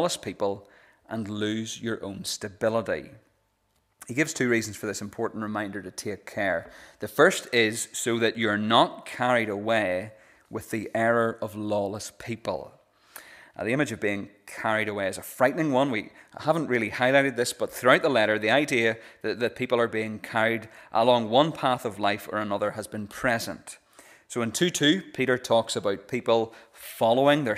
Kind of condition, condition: setting, large echoing room